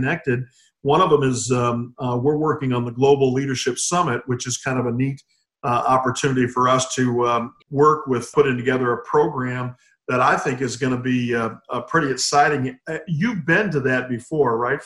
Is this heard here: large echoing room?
no